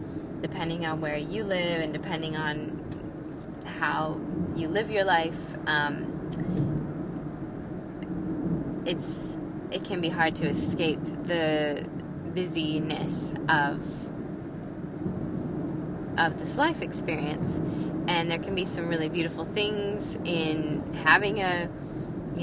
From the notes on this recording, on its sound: In this episode I share raw and real from my heart while driving in my car.